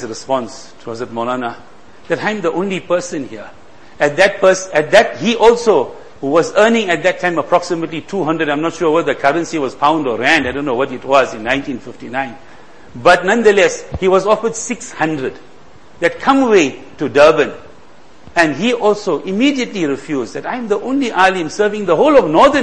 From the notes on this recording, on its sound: Jumuah lecture